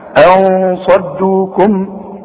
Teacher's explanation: شوف بخفي وبغن. شوف وخد بالك من الصاد بقى، بدون تشديد مش مشددة زي الإدغام · Term: الإخفاء